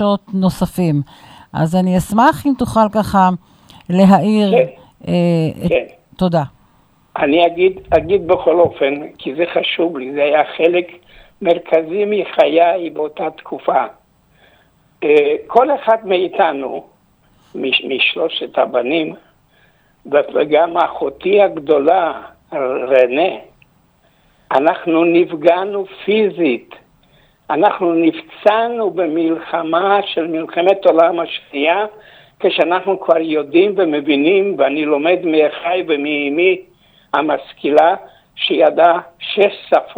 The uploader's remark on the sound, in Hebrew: באולפן אורח. ראיון טלפוני.